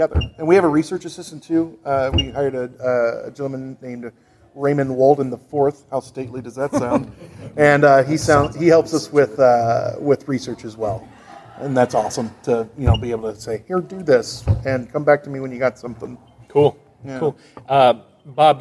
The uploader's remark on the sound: Wizard World Paranormal Podcast Panel. We thought we would pull back the curtain a little, and share the audio from the panel.